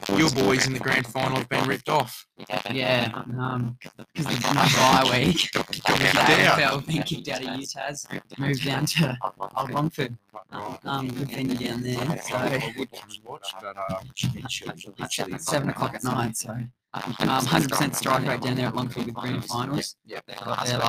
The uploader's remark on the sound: After the intro please do skip to about 4 and a half minutes do to poor audio.